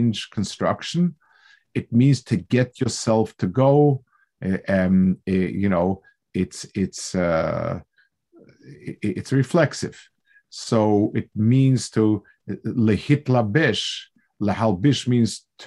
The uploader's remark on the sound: This shiur take place over Zoom